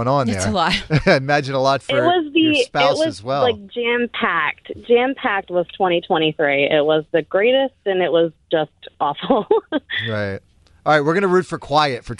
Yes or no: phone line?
yes